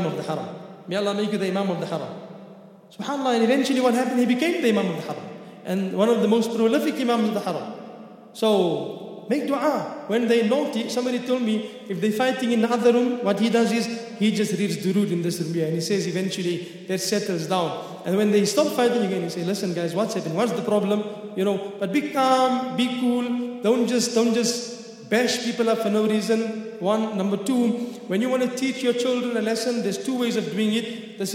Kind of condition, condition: setting, large echoing room